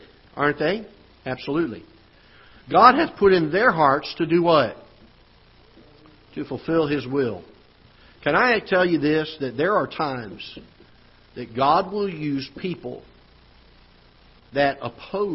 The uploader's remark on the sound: Ketha Heights Baptist Church ~ Live Broadcast